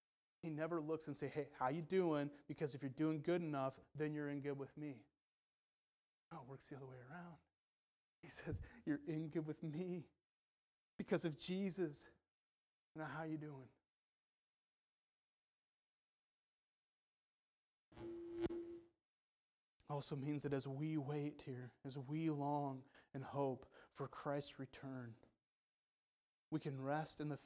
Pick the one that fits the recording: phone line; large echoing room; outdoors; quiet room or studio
large echoing room